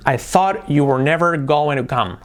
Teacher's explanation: la preposición to prácticamente siempre es do, una R suave.